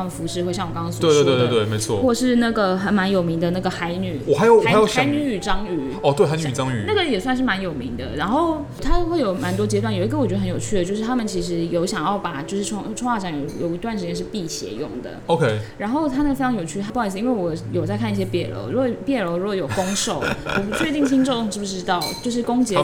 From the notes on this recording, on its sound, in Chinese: 本集白噪音指數：蚊風級 1/5。錄音地點： 豆手豆花 - Dozo Tofu Pudding。